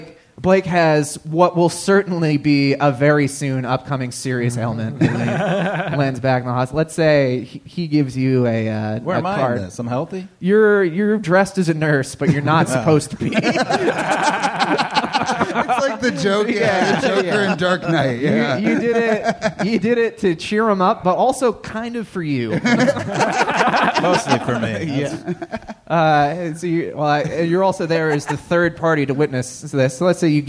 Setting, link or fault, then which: setting, live audience